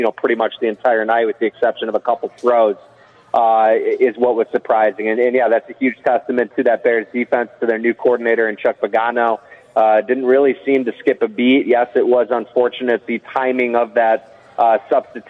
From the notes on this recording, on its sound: ESPN Chicago. Live from Bannerman's Sports Grill.